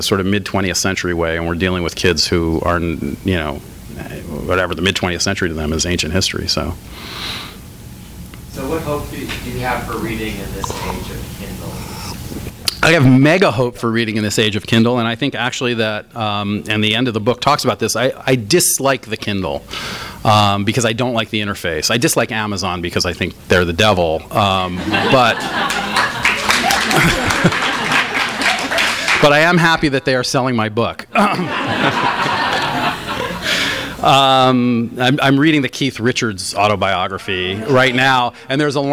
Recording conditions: live audience